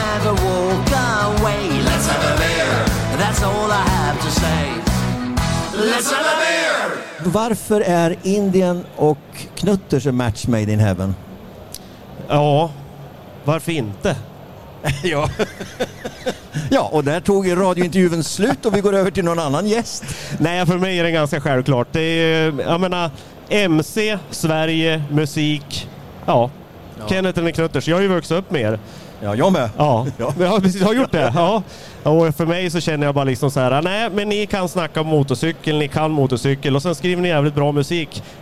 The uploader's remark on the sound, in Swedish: Live från MC-mässan i Stockholm. Tillsammans med tusentals besökare sänder vi Knutterspodden live från Indians utställningsmonter.